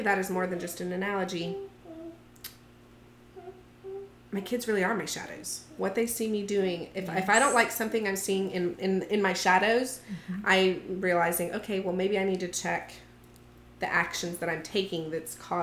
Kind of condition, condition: fault, sounds in the background